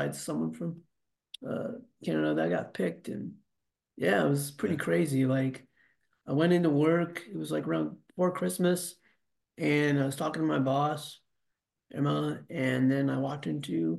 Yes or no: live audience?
no